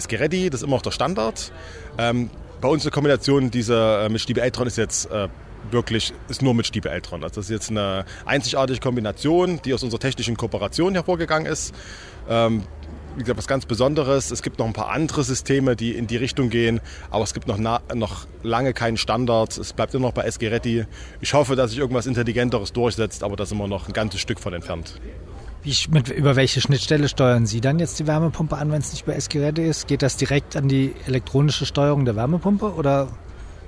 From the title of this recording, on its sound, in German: Live vom Partnertag